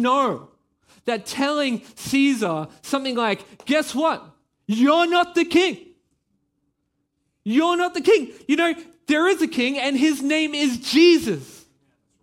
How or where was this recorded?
large echoing room